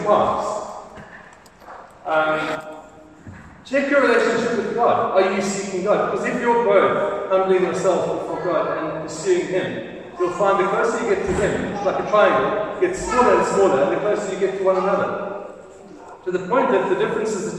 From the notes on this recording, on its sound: Recorded: 8th January 2023 at the 9:30am service. Recorded: 8th January 2023 at the 9:30am service.